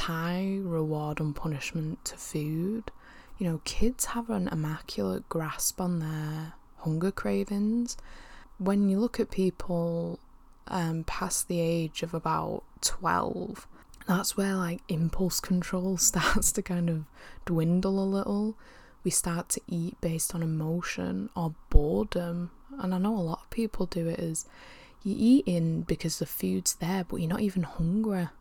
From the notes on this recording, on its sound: as she attempts to battle through Salford’s intense background noise